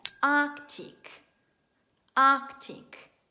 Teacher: Questa parola presenta una R muta e questa C suona più come una K.